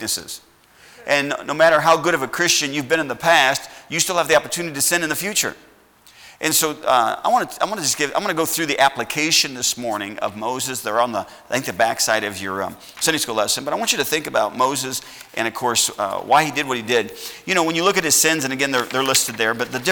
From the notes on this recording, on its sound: at Heritage Baptist Church, Lawrence Kansas on Sunday SS, February 14th, 2021.